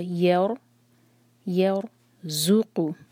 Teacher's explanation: دیکھیے را ساکن ہے، اس سے پہلے یا پر فتح ہے، تو یہ را ساکن جو ہے ہیوی ہونا چاہیے، ٹھیک ہے، اور یہاں پر ایک ٹکرار سے زیادہ نہ ہو، رر آواز نہیں آنی چاہیے.